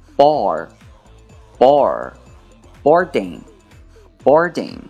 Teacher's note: 在 all， all 的这个发音后面加上 r 的音